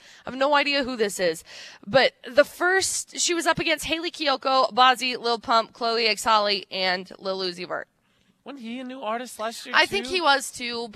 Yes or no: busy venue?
yes